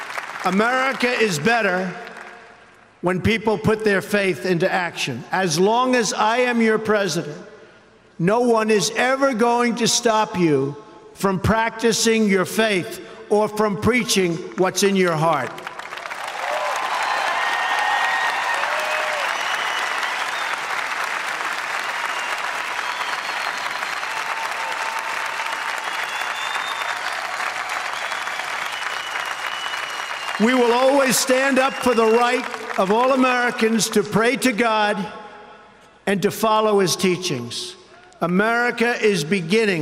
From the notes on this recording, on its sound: delivers a keynote address during the commencement at Liberty University on May 13, 2017, in Lynchburg, Virginia.